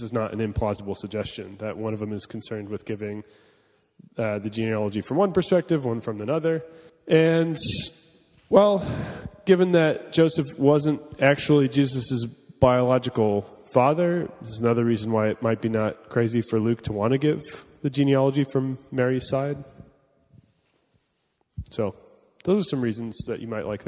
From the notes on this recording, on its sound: (class format). This is a recording of the week 2 of Part 1 of our in-person course.